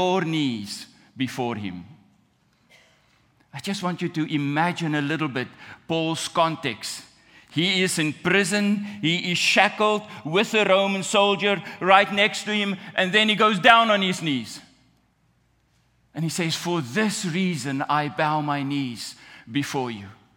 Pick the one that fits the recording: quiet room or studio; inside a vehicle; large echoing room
large echoing room